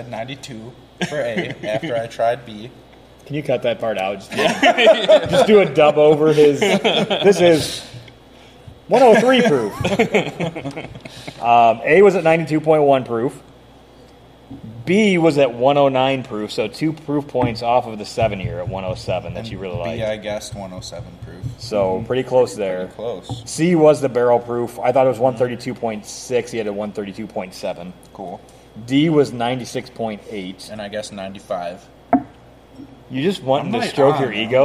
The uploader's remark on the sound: The guys are recording from the Whiskey Acres Visitor Center.